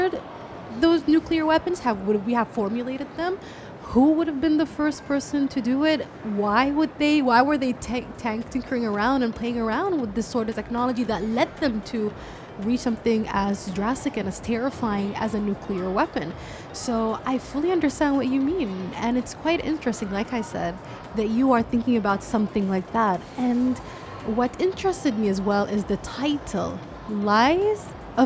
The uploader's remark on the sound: Live from SIBF 2022